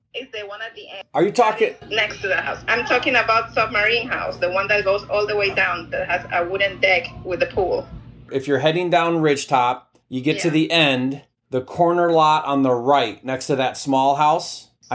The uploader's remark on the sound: LIVE Agent Call. Listen to me do a live call with an agent.